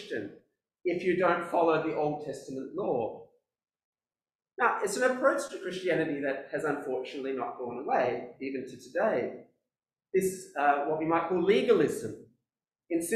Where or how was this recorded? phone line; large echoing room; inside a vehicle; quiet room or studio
large echoing room